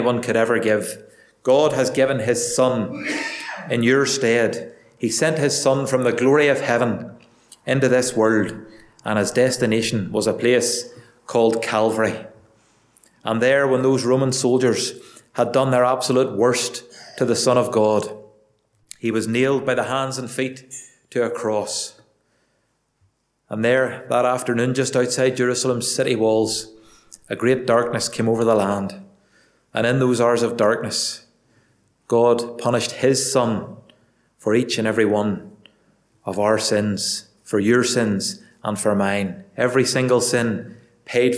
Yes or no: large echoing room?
yes